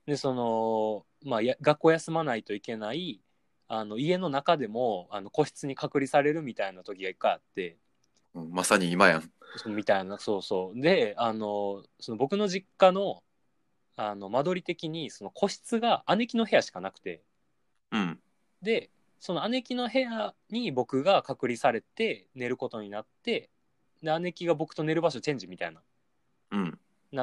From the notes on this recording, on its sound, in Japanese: 収録場所が番組名になってるにもかかわらず、今回から暫くはリモート収録でお送りさせて頂きます！